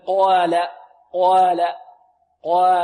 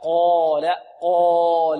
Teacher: الألف تتبع ما قبلها فتفخم مطلقا · Shown in: second take